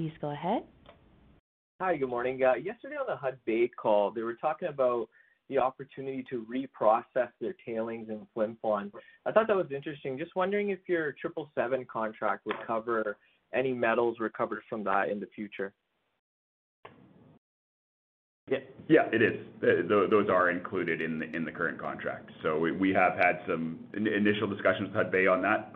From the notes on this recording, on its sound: Third quarter 2021 earnings call for Wheaton Precious Metals Corp.